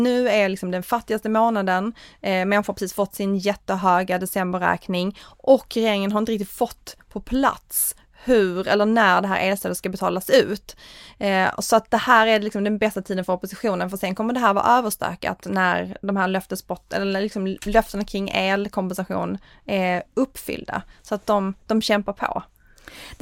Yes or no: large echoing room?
no